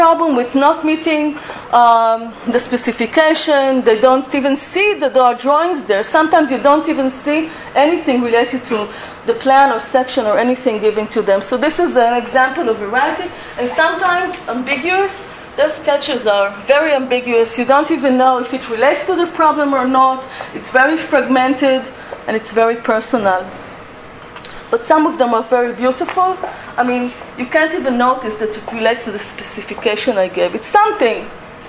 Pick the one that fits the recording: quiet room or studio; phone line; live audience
live audience